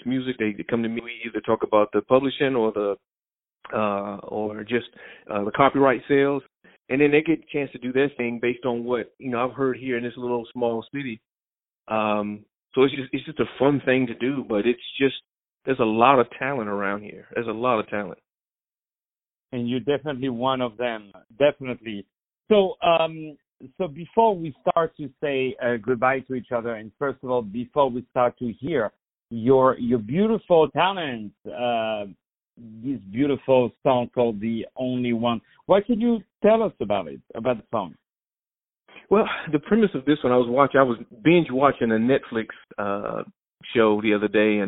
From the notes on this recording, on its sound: On the phone